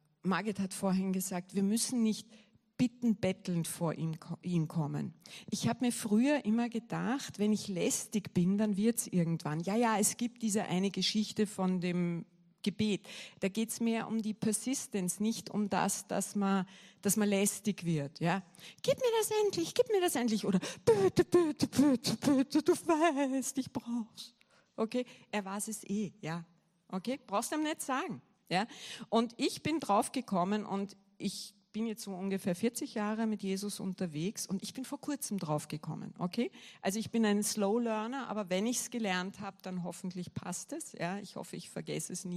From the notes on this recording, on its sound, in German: Gottesdienst live aus der LIFE Church Wien.